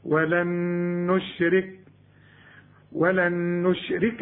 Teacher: النون ادغمها في النون وكأنها نون واحدة، ولن نشرك، ولن نشرك بربنا أحدا، مد 4 حركات عند الوصل.